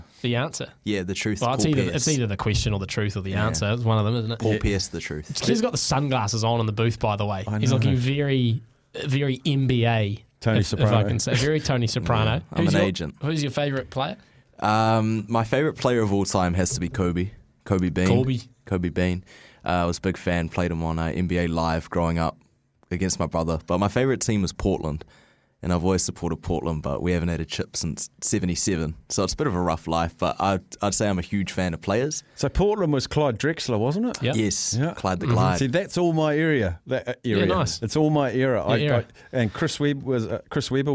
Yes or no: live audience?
no